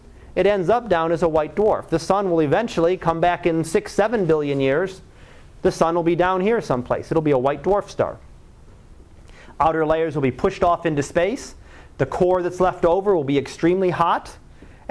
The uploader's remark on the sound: Live Class Lecture